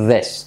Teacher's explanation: es como una Z, pero activando las cuerdas